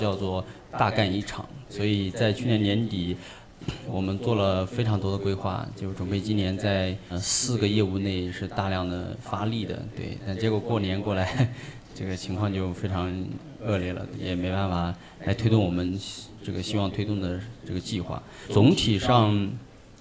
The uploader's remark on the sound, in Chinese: 在上海钟书阁书店举行了一场线下活动。还有现场观众一同参与互动。